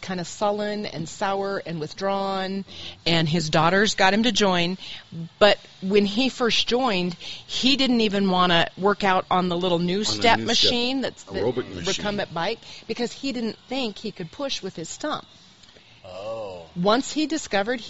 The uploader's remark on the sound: Tuesday live from Adaptive Performance Center